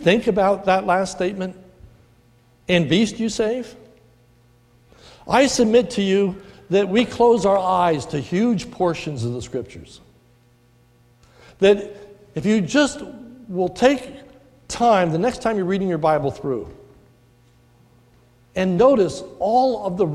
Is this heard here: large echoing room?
yes